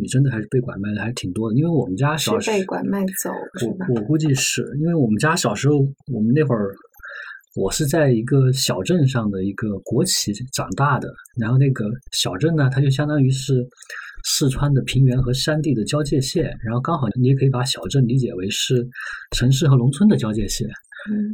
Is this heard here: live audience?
no